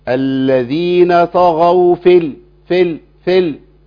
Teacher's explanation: فهنلاقي الياء مرسومة لكنها ما بتنطقش، كأني مش شايفها خالص · Term: الياء المحذوفة